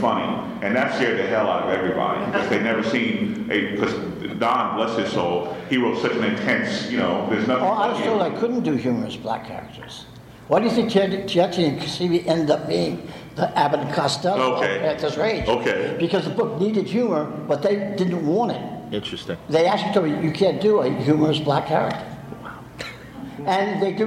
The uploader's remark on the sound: The Black Panther Panel. From Terrificon recorded last month at Mohegan Sun in Connecticut.